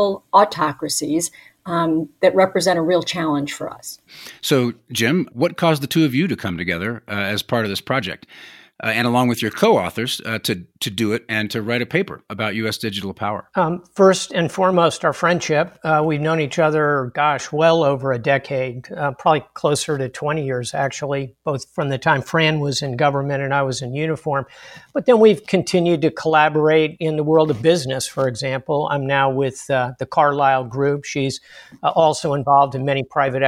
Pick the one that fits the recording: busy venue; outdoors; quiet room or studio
quiet room or studio